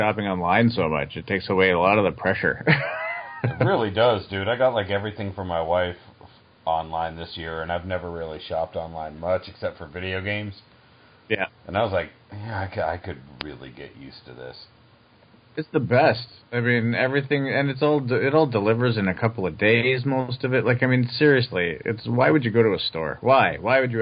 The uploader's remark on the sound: This was done over two phone calls.